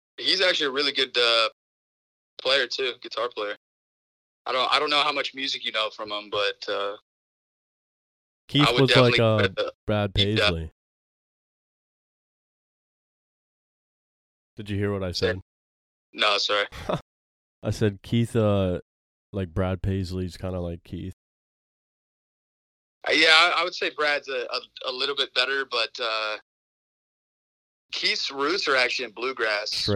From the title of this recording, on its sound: Episode One: Phone Call